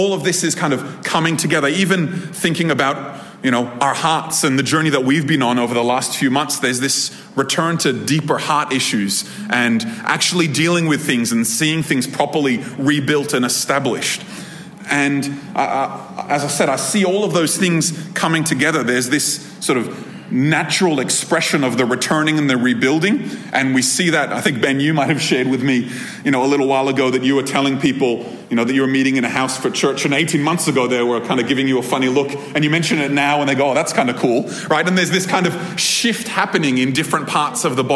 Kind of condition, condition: setting, live audience